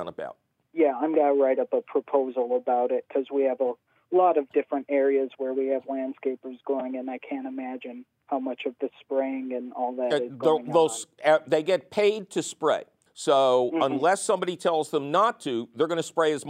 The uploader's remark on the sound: Otherwise, it’s a fabulous phone call show!